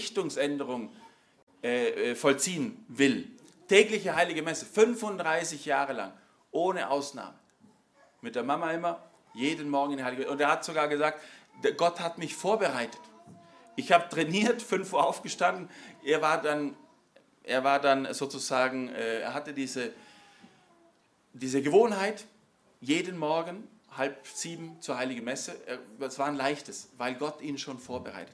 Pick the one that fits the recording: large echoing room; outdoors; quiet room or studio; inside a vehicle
large echoing room